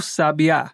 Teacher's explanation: Ou até posso acentuar a última sílaba e teremos aquele pássaro, o sabiá.